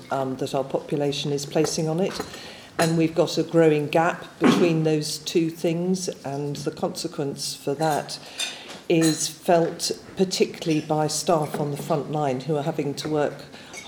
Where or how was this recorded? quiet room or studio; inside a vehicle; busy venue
busy venue